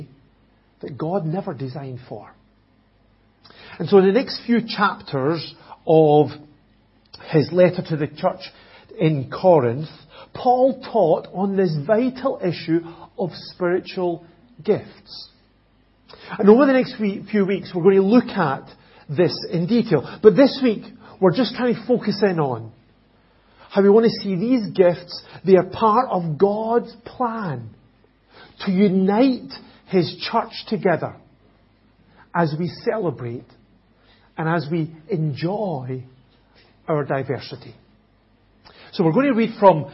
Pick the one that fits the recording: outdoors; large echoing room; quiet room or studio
large echoing room